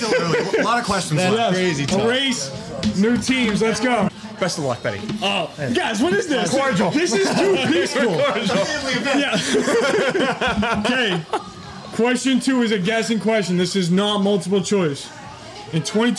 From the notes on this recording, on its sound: LIVE at Christine's Sweet Shop we host our NFL Trivia.